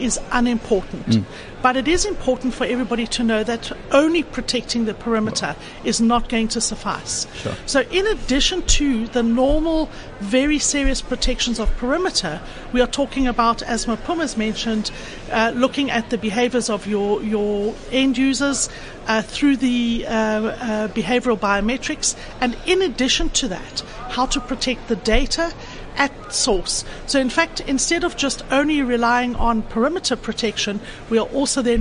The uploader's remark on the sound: at the Gartner Symposium ITxpo 2015